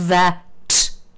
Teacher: When you say that, there's breath coming out in two different ways if you look at the th versus the t. That's the fricative and the plosive is the linguistic term for those two different sound airflows.